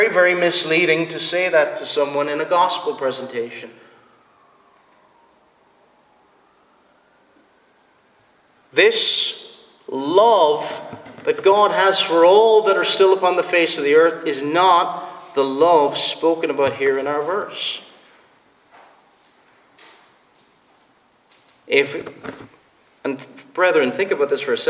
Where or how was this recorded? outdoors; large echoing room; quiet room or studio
large echoing room